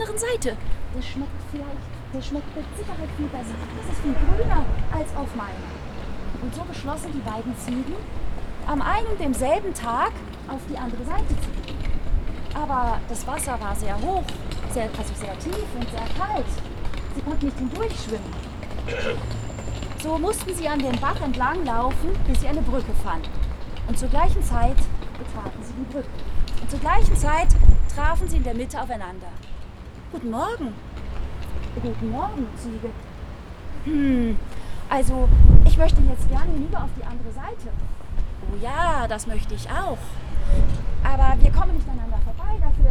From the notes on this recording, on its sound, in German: Friedenskundgebung Müllheim, 8. April 2022. Etwa 15 Friedensaktivistinnen und Aktivisten vom Müllheimer Friedenskreis mahnten bei starkem Wind und wenig Laufpublikum zum Ende aller bewaffneten Konflikte.